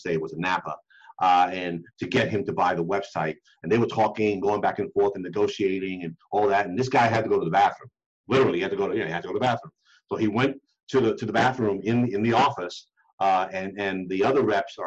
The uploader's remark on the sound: the audio portion of a webinar we did